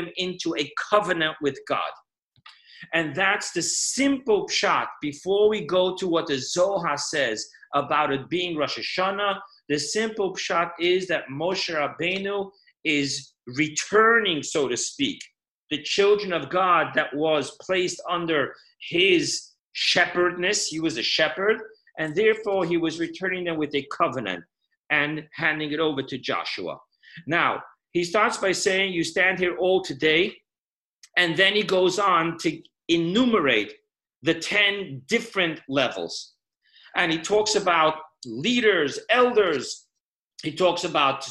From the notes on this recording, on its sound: Weekly Zoom Parsha Class.